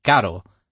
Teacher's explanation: the alveolar flap, the R between two vowels